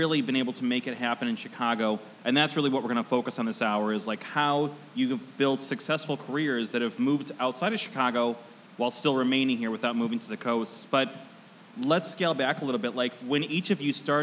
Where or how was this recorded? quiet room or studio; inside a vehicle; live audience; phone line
live audience